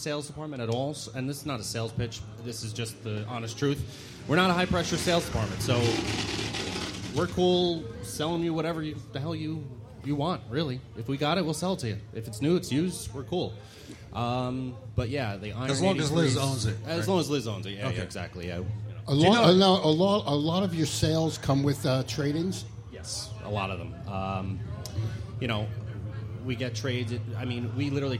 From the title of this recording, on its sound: Live from Bergen Harley Davidson